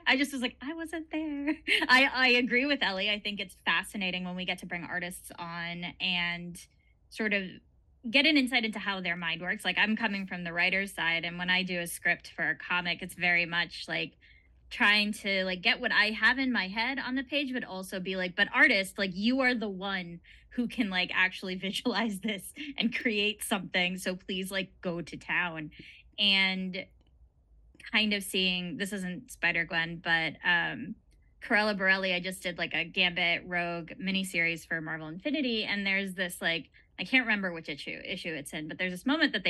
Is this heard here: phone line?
no